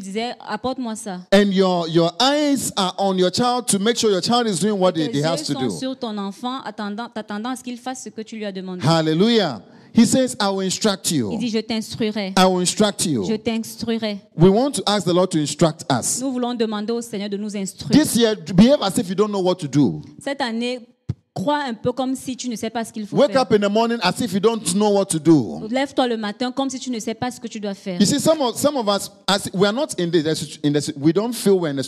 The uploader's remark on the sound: Preached during Joyful Hour Sunday Service